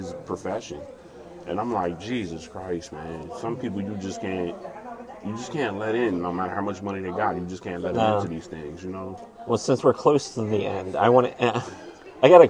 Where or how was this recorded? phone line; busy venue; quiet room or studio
busy venue